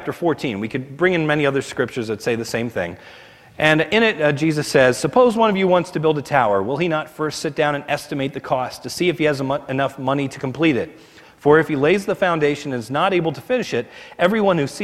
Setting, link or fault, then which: setting, large echoing room